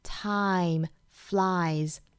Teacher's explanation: 后面这两个单词都是双元音 i 的发音，我们要注意嘴型一定要张开张到位了